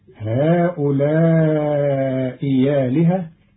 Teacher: بإبدال همزة آلهة ياء مفتوحة لوقوعها بعد همز مكسور، فتصير هؤلاء آلهة.